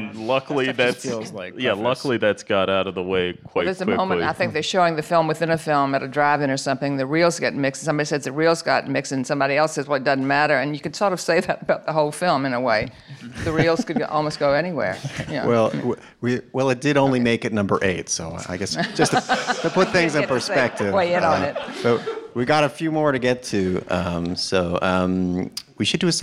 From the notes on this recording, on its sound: We counted down the best movies of the year at a live Film Comment Talk at the Film Society of Lincoln Center.